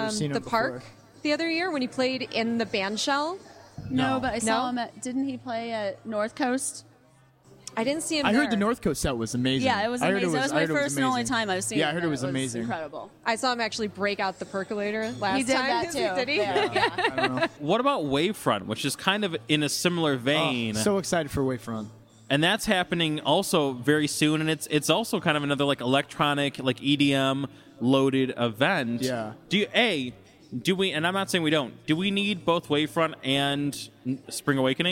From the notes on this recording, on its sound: In a live podcast panel recorded in May at Rockit Bar & Grill.